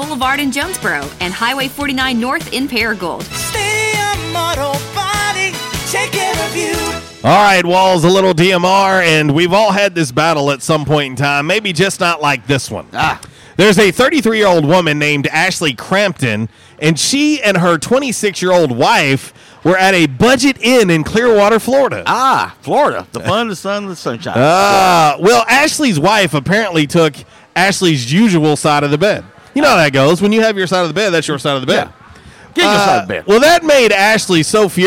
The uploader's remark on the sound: LIVE from J’Town’s Grill!